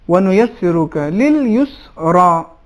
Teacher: را موٹے انداز میں ادا ہوگا یعنی تفخیم ہے را میں